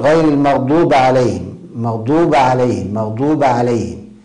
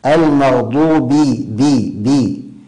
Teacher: لابد أن القارئ يكسر الباء كسرا واضحا · Shown in: second take · المغضوب بي بي، هكذا غير المغضوب عليهم، غير المغضوب عليهم، بي بي بي وليس ب، المغضوب خطأ، المغضوب.